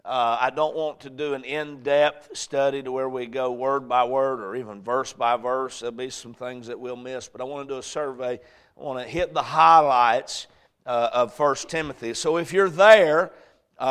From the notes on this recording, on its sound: A message preached at Crossroads Baptist Church on Sunday night